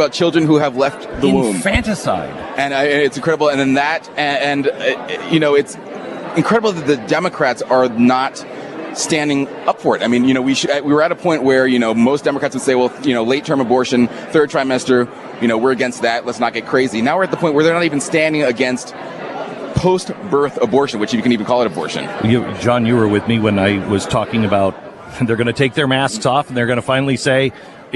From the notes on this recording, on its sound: Live from CPAC